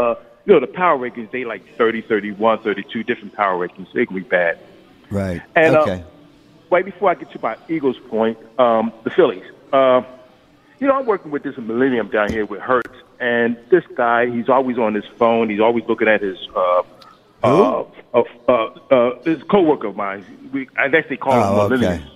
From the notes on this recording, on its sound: Live from the Borgata